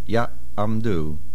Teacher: there's a mesag after the yud, a slight pause.